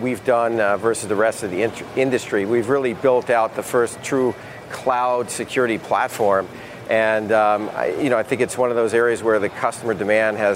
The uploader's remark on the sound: live from the New York Stock Exchange